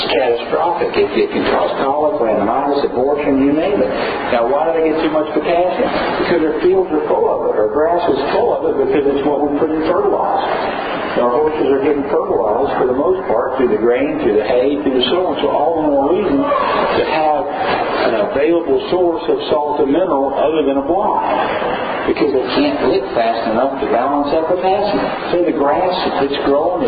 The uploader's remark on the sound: recorded at an Equine Affaire event while he spoke to the crowd